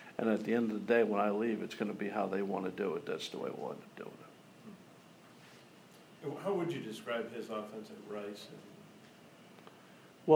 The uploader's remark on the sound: press conference